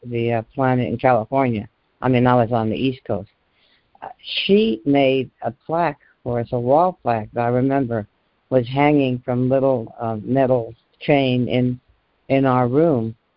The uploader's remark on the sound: ACIM Daily Conference Call